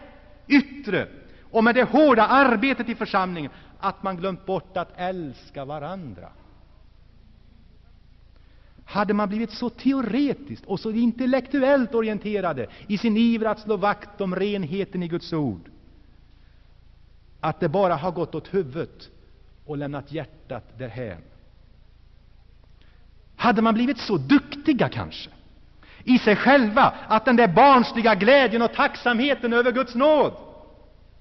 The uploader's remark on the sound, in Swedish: Inspelad i Saronkyrkan, G&#154;teborg 1984-09.